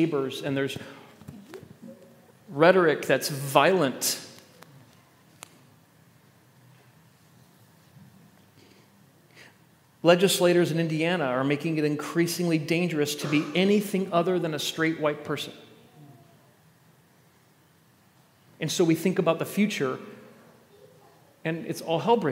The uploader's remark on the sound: At The Table worship gathering on Sunday, December 3rd, 2023. First Sunday of Advent.